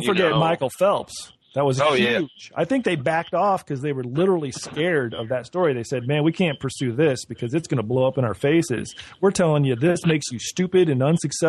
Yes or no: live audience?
no